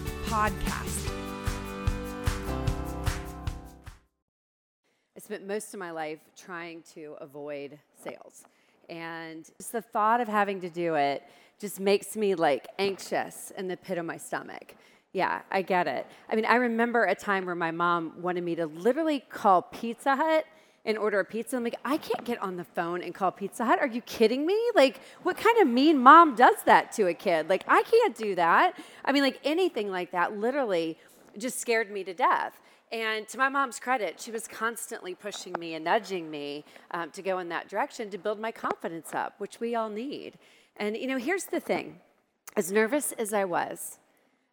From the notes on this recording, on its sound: My 3-Day event for boutique photographers, Go Boutique Live. Here’s part of her presentation from Go Boutique Live 2021.